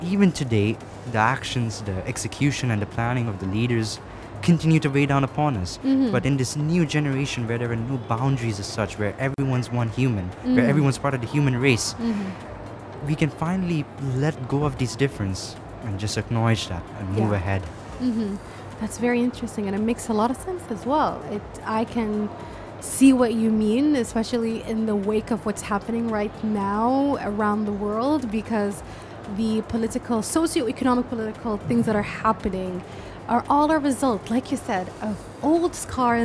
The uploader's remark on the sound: Live from SIBF 2022.